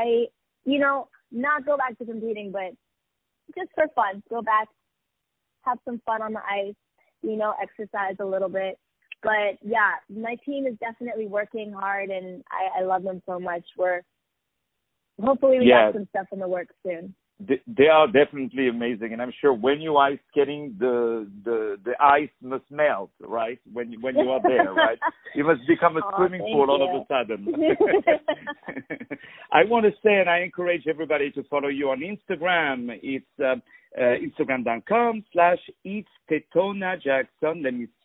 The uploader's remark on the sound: On the phone